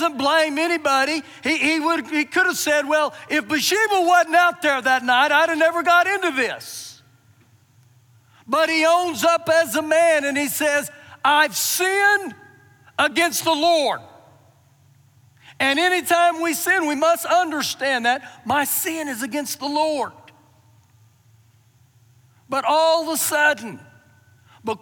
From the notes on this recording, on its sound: Recorded live during our Sunday morning service